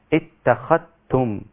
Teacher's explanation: متقاربان صغير إدغام متقاربان صغير قلنا متقاربان لتقارب المخرج تقارب المخرج والذال مع التاء هنا في الإدغام اتخذتم أصبحت من الخاء إلى التاء مباشرة · Term: إدغام كامل